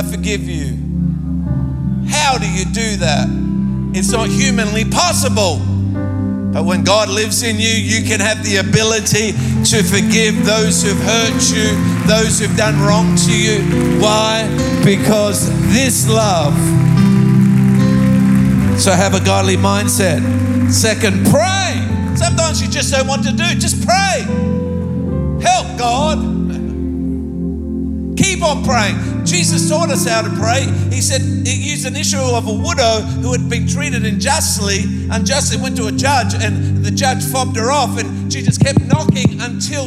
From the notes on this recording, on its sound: Recorded live at Planetshakers Church (Melbourne)